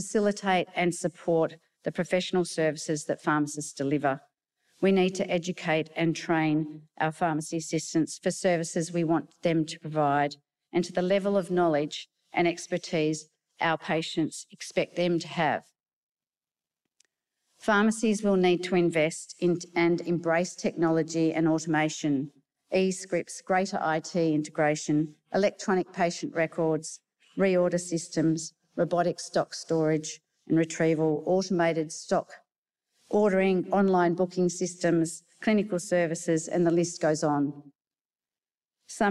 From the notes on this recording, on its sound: a session that was held at the Australian Pharmacy Professionals’ conference at the Gold Coast